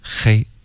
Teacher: 中文的这个 H 的音的发音呢，它标准的发音、是一种摩擦音 OK、比如我们说黑，黑色的这个黑，中文有一点点这个摩擦音在内、那这就看方言地区 OK、可是英文呢，它的这个标准的发音就只是一个叹气的声音，你对我失望的时候呢，你就这个我们不会摩擦对吧，我们不会